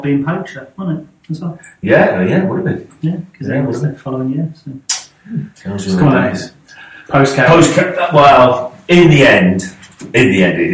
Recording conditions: poor sound quality